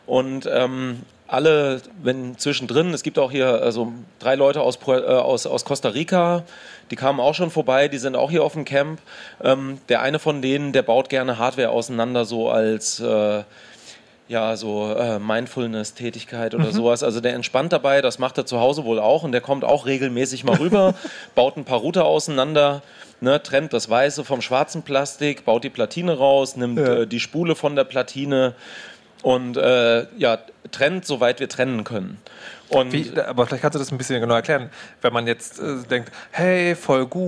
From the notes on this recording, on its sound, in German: Chaos Communication Camp 2019. Es ist wieder Camp und das Chaosradio ist zu Gast, live on tape auf der Three-Headed-Monkey-Stage.